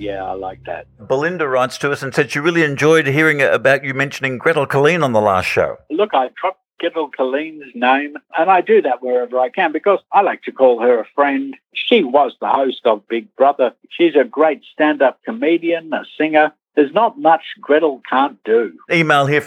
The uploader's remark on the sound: on the Bungaphone